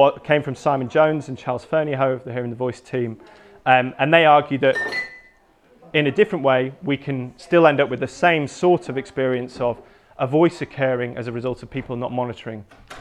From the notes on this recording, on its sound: Recorded on 7 July 2016 at a Hearing the Voice workshop. At a Hearing the Voice workshop on Hallucination and Prediction.